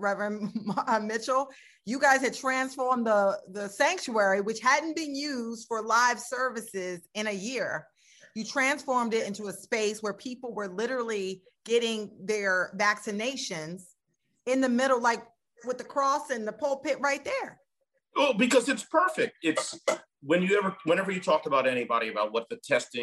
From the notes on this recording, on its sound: In this special edition of Flashpoint LIVE taped before a virtual audience.